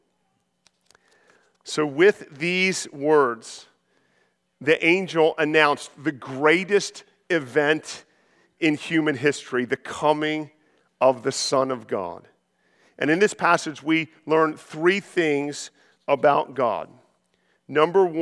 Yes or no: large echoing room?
yes